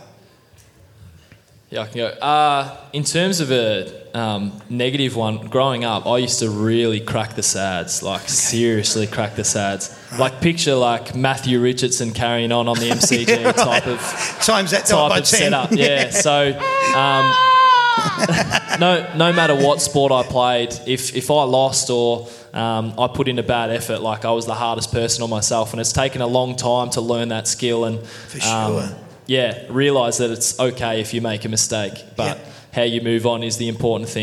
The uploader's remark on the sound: That's Good for Footy panel show LIVE from the Mulgrave Country Club In Wheelers Hill.